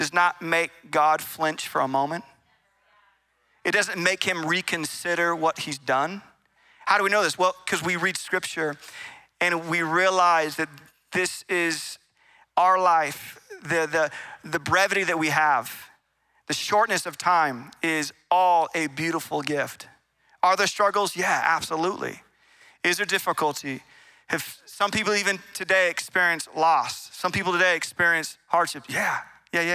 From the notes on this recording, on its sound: Recorded in Meridian, Idaho on December 17, 2023 at Capital Church.